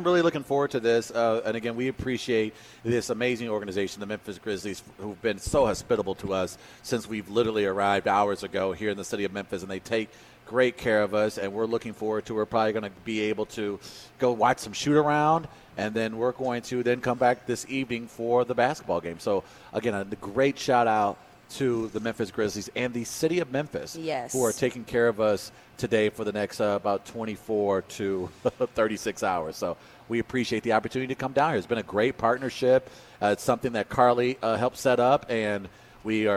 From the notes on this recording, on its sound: Full Show LIVE from Memphis Grizzlies’ FedExForum. We open the show as the gang welcomes you right into Memphis and FedExForum for today’s special Live show.